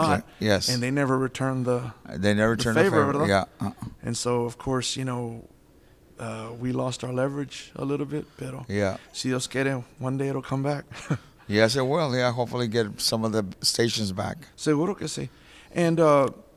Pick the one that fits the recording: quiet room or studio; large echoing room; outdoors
large echoing room